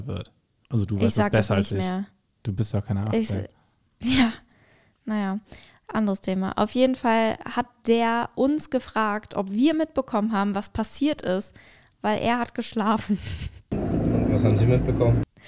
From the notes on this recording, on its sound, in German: Unser ICE hat einen Zug gerammt. Berichten live aus dem ICE, reden mit Passgieren.